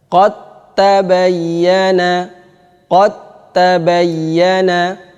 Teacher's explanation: Huruf pertama ini dal ini wajib diidghamkan ke ta, dimasukkan ke ta. Maka caranya adalah sukunnya dihilangkan, kemudian tanya ditasdid. · Term: idgham mutajanisain